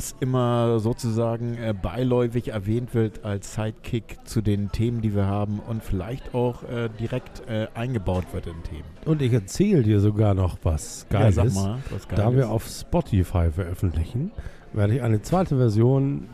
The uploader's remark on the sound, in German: Live aus er Taverna Plaka in der Schanze.